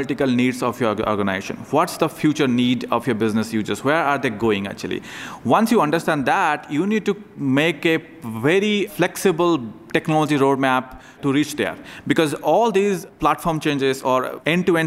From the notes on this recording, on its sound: Recorded at TechEd 2016 in Las Vegas.